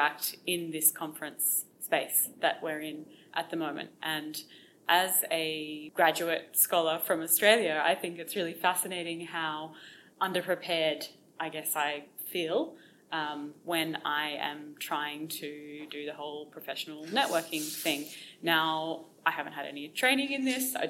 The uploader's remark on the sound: TFS at AAA. This episode was not recorded in our usual studio so you may notice a difference in sound quality – but it really adds to the conference vibe, in our opinion!